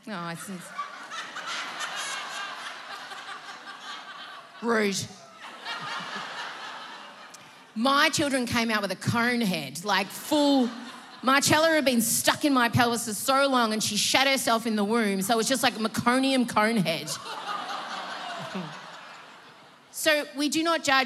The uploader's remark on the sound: Live from Sydney. Recorded live on stage at the Enmore Theatre in Sydney. In front of an audience of encouraging Emsolators.